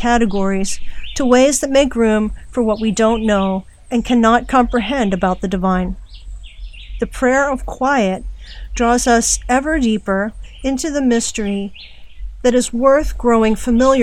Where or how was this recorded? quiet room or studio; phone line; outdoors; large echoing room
outdoors